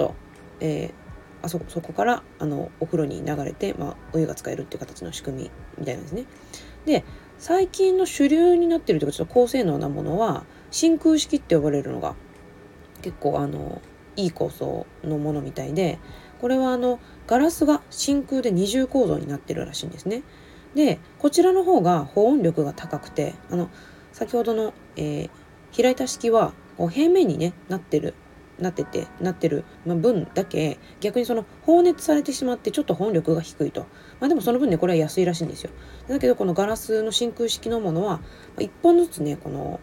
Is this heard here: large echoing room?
no